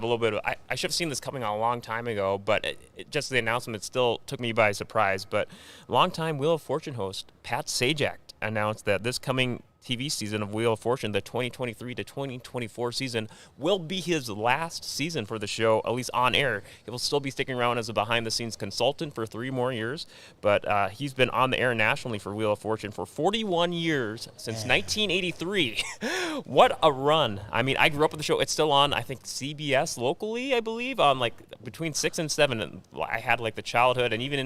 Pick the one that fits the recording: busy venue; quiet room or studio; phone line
busy venue